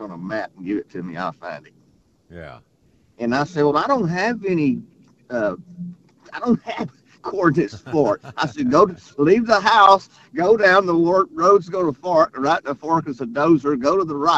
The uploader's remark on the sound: Live from the Blind